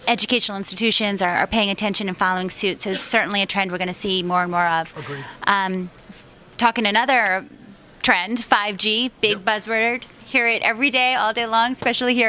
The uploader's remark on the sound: Live from ITW 2019 in Atlanta on JSA TV.